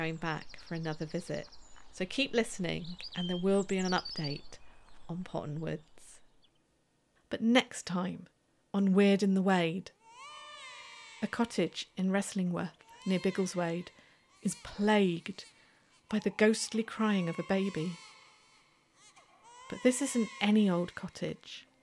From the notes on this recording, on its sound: We have a witness interview, field recordings from the woods. Additional music and sound effects by Epidemic Sound.